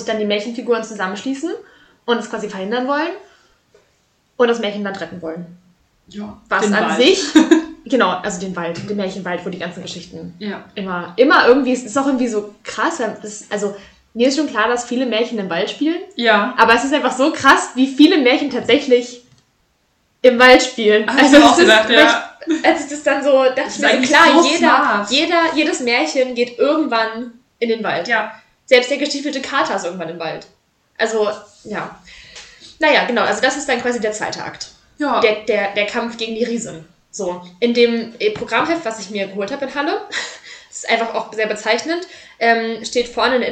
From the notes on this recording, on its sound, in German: Disclaimer: Die Audio wollte diese Folge einfach nicht mit uns kooperieren …